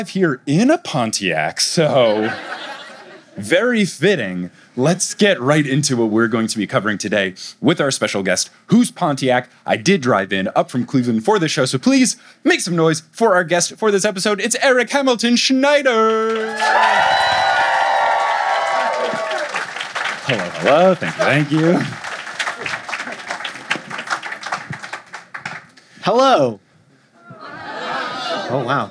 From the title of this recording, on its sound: LIVE in Detroit!